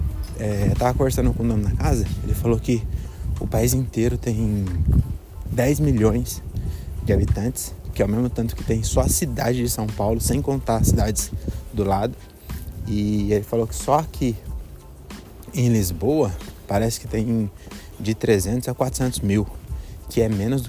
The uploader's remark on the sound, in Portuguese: Episódio gravado nas ruas de Belém